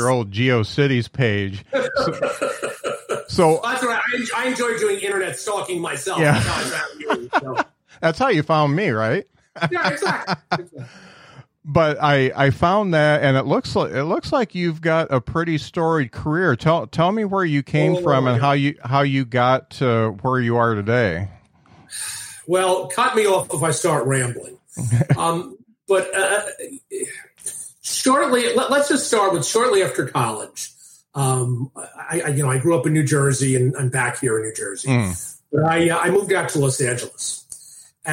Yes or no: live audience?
no